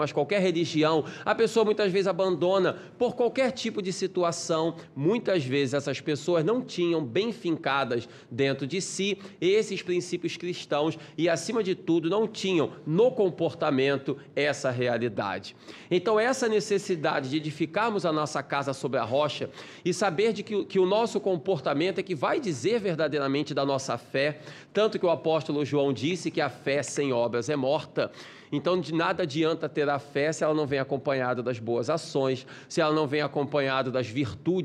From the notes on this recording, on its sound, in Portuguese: Palestra ao Vivo